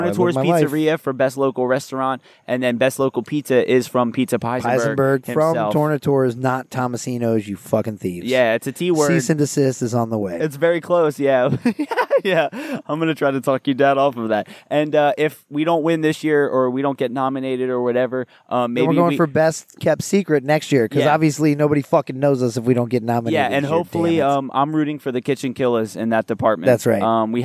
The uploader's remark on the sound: Recording at Lake Eola